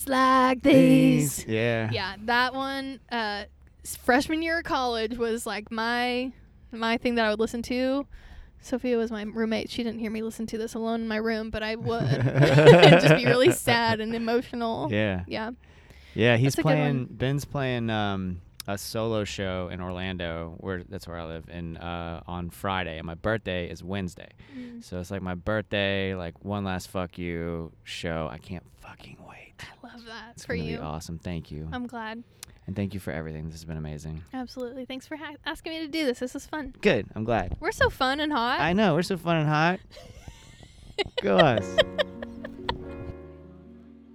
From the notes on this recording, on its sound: in her car backstage after her set at the wonderful Orange Blossom Revue Festival in Lake Wales, FL